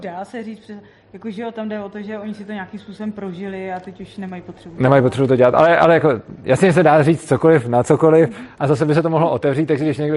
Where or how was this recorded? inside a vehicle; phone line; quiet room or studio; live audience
live audience